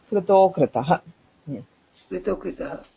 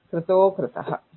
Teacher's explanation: So a and uh will become oh, so కృతో and with the yes sign కృతః, కృతో కృతః, కృతో కృతః.